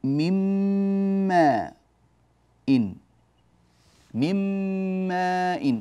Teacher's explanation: أدخلت النون الأولى في الميم فصارت الميم الثانية مشددة فالغنة غنتها · Term: غنة الميم